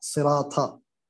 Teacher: أيضا ترقيق الطاء صراط كأنها تاء يعني